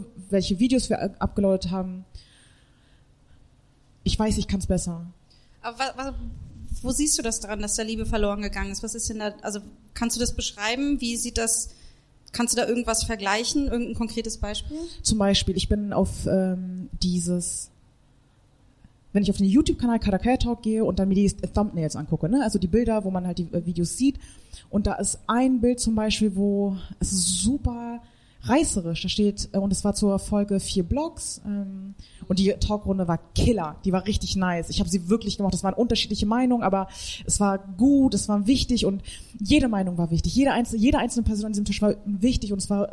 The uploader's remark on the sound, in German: Haben wir auch das allererste Mal im Comedy Café Berlin LIVE aufgezeichnet. Wir haben an dem Abend 280 Euro Spenden für das Diversity-Programm vom Comedy Café eingenommen.